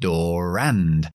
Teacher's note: Esa R que está al final sí la ponemos delante de la A.